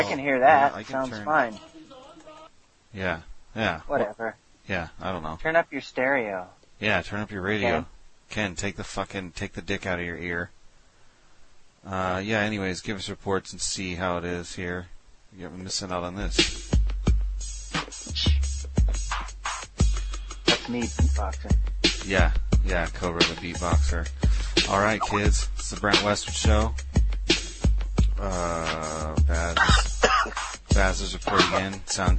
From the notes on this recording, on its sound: Prank Phone Calls